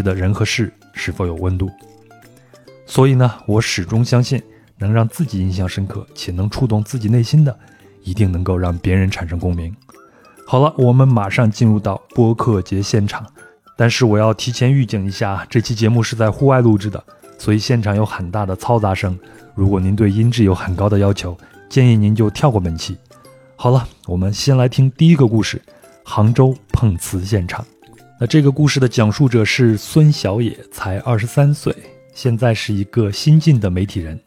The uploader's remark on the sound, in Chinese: 播客节偶遇“壮游者”。所以，这次我就带过去了录音设备，准备在现场，偶遇一些人，聊一聊他的印象很深的一个旅行故事。这期节目是在户外录制，现场有很大的嘈杂声。